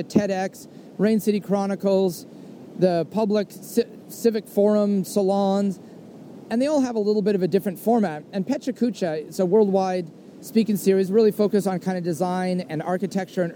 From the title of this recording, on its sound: soliloquy on a trail